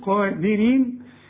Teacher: القاف أعلى درجات التفخيم الدال مرققة جدا